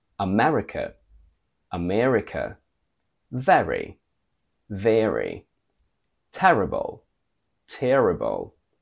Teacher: In British, we keep a normal open e from bed. In American, however, this e sound goes down and becomes longer.